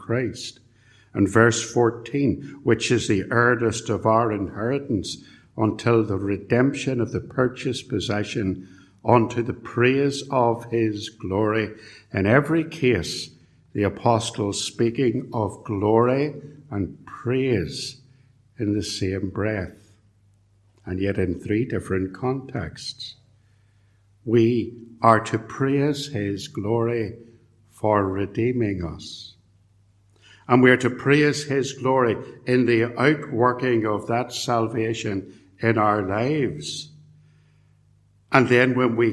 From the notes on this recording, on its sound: A sermon preached at Ballymacashon and Templepatrick Reformed Church, and recorded at Templepatrick